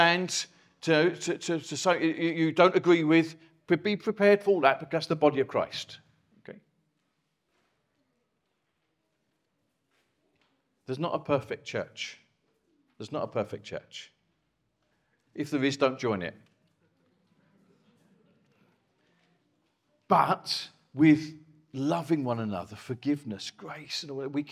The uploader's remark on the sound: Recorded from our Chafford Hundred site